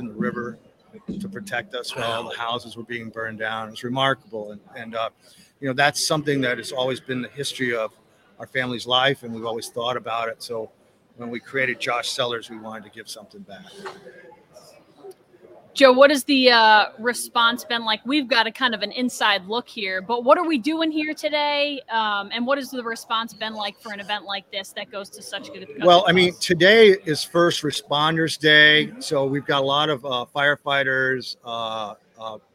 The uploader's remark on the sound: LIVE From Saratoga Race Course